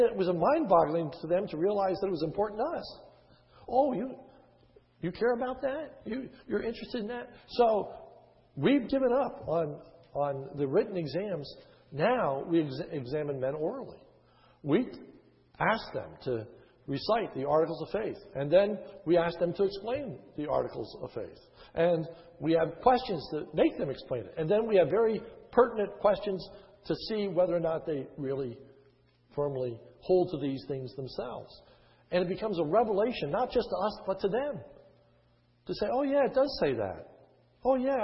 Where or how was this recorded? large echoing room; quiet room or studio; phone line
large echoing room